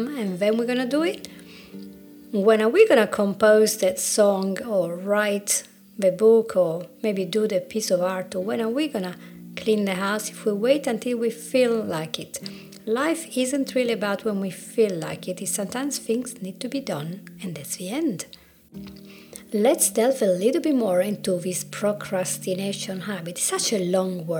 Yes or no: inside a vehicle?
no